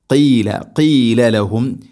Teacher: قاف തൊണ്ടയുടെ മുകൾ ഭാഗവും കഴിഞ്ഞ് ചെറുനാക്കാണ് അതിൻ്റെ മഖ്റജ്.